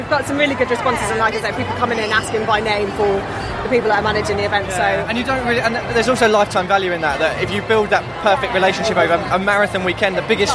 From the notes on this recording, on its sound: Virgin Money London Marathon Expo. The Do More Good podcast comes live from the London Marathon expo.